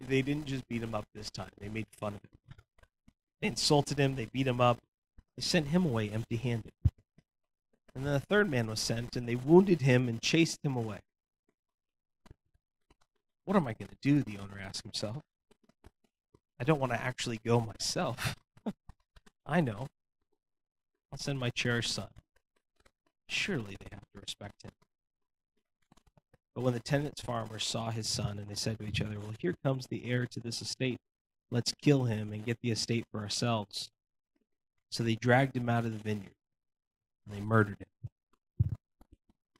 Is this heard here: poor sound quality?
yes